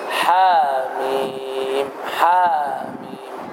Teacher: يعني الحاء تمد بمقدار حركتين مدا طبيعيا